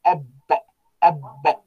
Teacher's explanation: سكنت الباء فالباء من الشفتين هذا هو المخرج